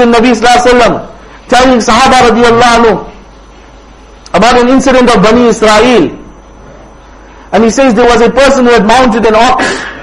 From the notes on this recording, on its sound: Jumuah lecture at Rockford Musalla